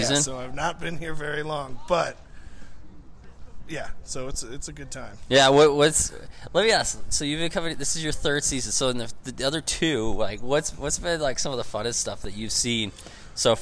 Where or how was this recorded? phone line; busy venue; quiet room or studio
busy venue